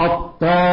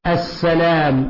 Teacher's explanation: فهنا تفخيم في الألف بعد الطاء لأنه من حروف الإطباق ومن حروف الاستعلاء · Shown in: first take · وهناك ترقيق لأنها من حروف الاستفال. الغنة تتبع الحرف الذي